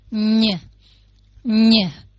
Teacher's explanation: Và âm cuối cùng n mà có dấu ngã phía trên đó là nhờ, nhờ. Nó vừa là âm họng, vừa là cái âm nóc họng mà vừa có thêm mũi nữa